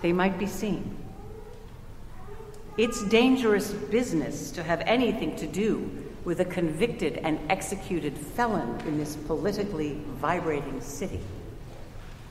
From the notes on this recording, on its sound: Recorded at Trinity Church in Princeton, NJ